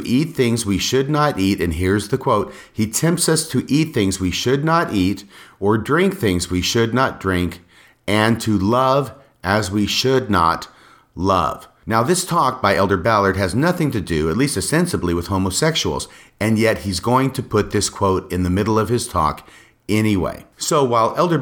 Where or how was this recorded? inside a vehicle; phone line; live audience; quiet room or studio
quiet room or studio